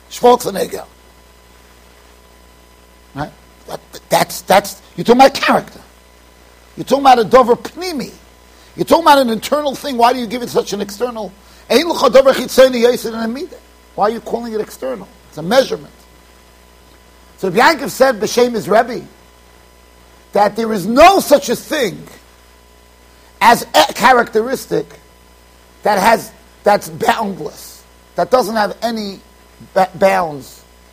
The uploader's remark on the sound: Shiur recorded in Yeshivas Ohr Reuven, Monsey NY.